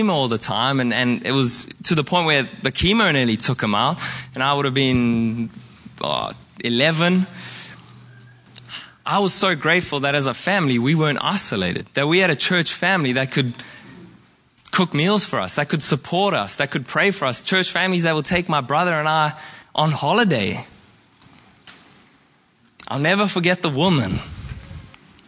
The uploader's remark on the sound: Preached at Horsham Downs on 14/05/2023